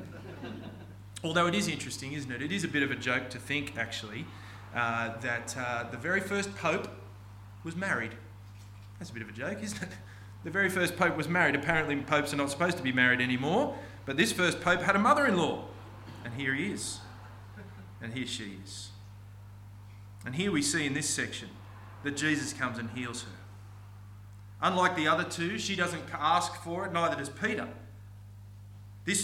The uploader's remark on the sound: This sermon was preached on 27th August 2023 at all services of Helensburgh and Stanwell Park Anglican Church.